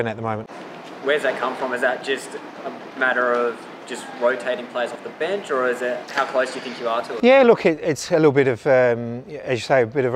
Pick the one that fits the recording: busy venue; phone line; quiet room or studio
busy venue